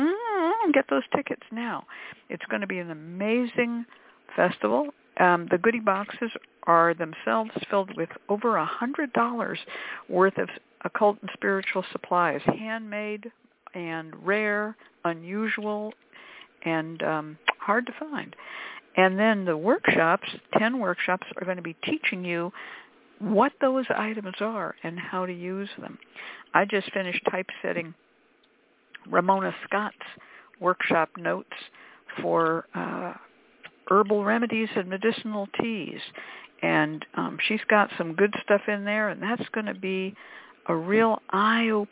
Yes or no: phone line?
yes